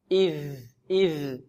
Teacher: طرف اللسان مع طرف الثنايا العليا · Term: الذال